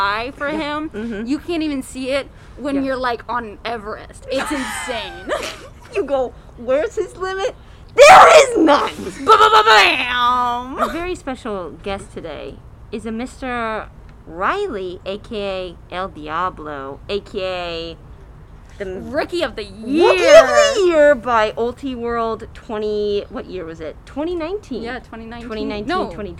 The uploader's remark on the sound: Audio might be more variable than usual due to masks ALWAYS staying strapped and the natural noises of a UCLA apartment's patio being hussling and bussling (where this interview took place).